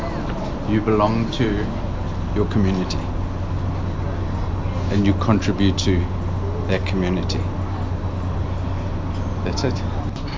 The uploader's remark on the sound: Join me at the local pub in Greyton on a Wednesday night as I ask people, "what is local?". Oldpottersinn.